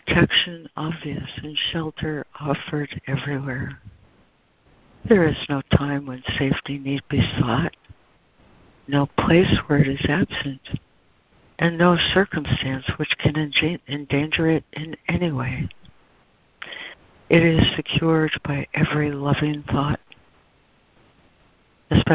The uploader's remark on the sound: ACIM Daily Conference Call.